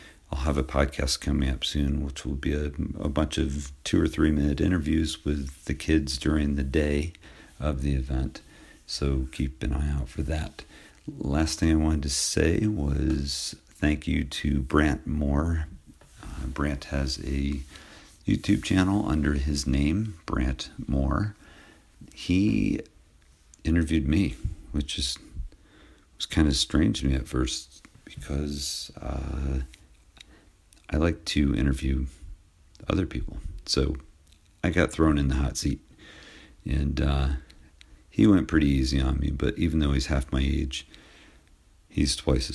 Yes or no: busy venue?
no